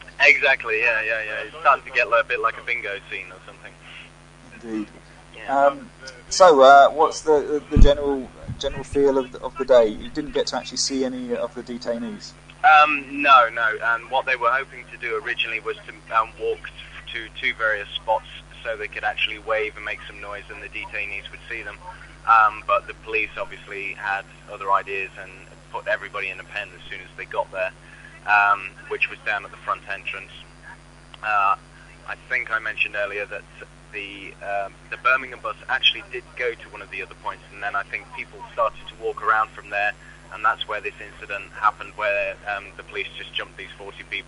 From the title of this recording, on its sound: Second and final phone report from the detention centre